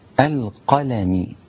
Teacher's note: القلم، اللام رقيقة مكسورة والميم كذلك